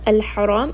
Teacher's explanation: Lam has tawassut. Al-Haram, Ha is from the middle of the throat. Ra is going to be heavy.